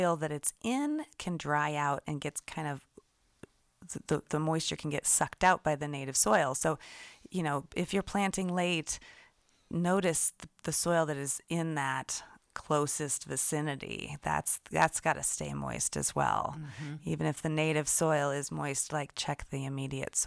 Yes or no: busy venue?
no